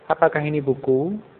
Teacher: Ya, itu terlalu datar. Untuk bertanya ada intonasi yang agak naik tadi.